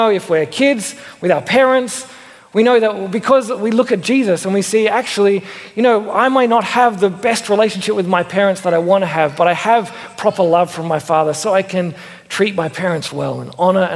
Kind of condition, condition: setting, large echoing room